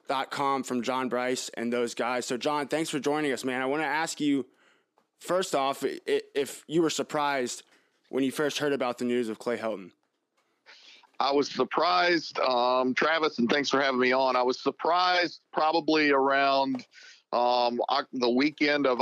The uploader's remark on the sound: talks over the phone